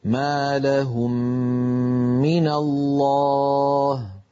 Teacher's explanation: نطبق على الميم الأولى ونجافي الشفتين على الميم الثانية، وأثناء إطباق الشفتين على الميم الأولى نمط الغنة